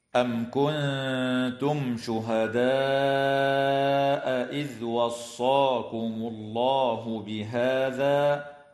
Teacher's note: الميم الساكنة في قوله تعالى: أم كنتم شهداء، حكمها الإظهار الشفوي